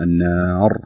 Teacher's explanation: تفخم الراء في حالة الوقف لأنها سكنت · Term: مفخمة